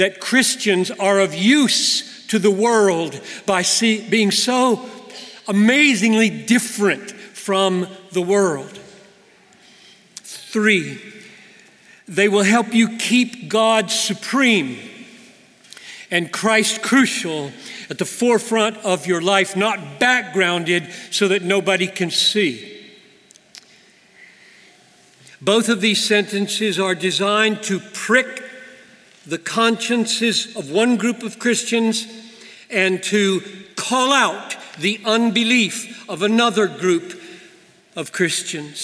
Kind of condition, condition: setting, live audience